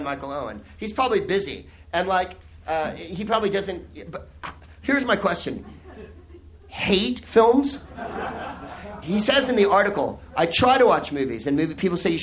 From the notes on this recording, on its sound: Live from the Soho Theatre in London